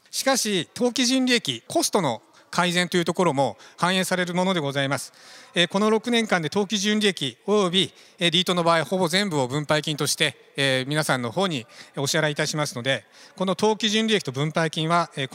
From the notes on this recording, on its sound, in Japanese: 日本賃貸住宅投資法人」IRセミナー1月28日に東京証券取引所で開催した「J-REITファン2017」に登壇した「日本賃貸住宅投資法人」のIRセミナーをダイジェスト版でお送りします。